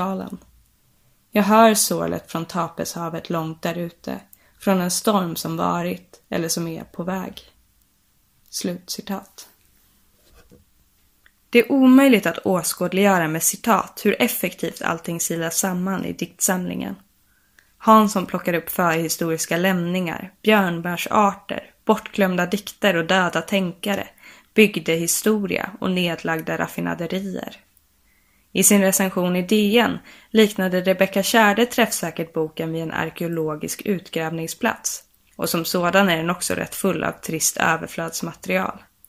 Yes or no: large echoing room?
no